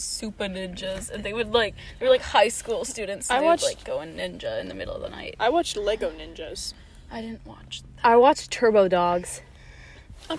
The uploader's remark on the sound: After a celebratory dinner we sit in the car.